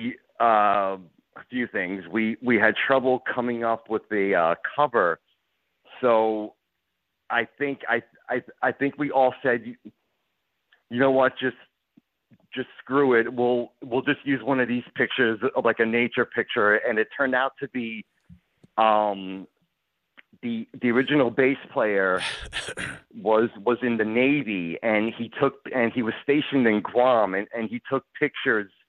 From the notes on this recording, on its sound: calls